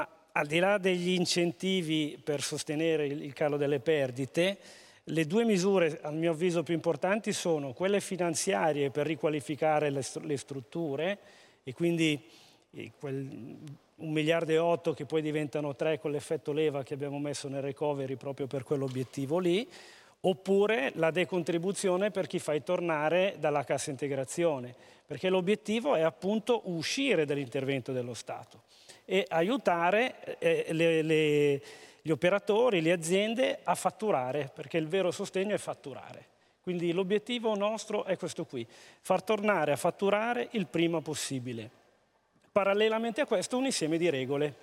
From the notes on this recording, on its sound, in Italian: al Festival dell’Economia di Trento 2021